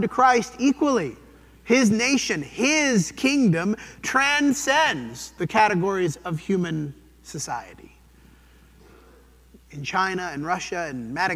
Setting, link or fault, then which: setting, large echoing room